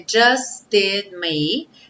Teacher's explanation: outro just que a gente acaba passando batido pelo T